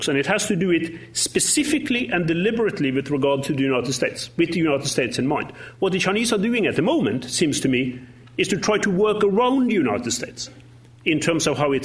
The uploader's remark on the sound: In his final public lecture at LSE. Discuss these questions with the audience.